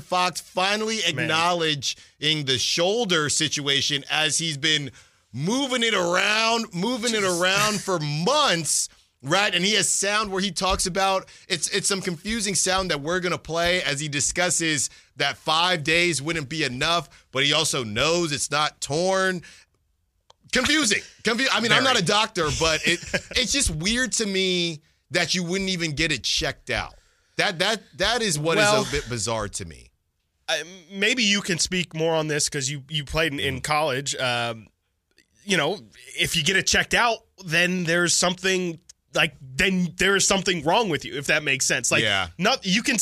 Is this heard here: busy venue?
no